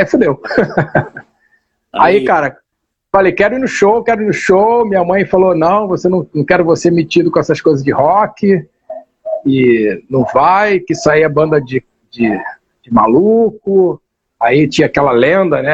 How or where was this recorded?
video call